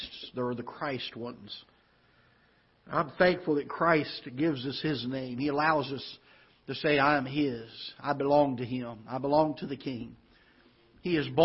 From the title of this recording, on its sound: Ketha Heights Baptist Church ~ Live Broadcast